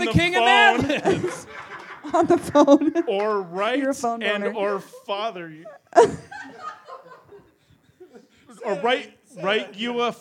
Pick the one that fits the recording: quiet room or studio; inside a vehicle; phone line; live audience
live audience